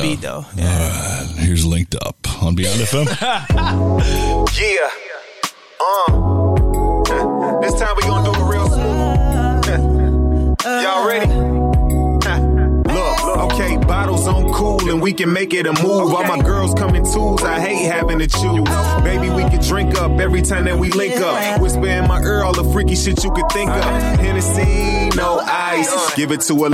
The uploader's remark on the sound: Beyond FM Live from Pop's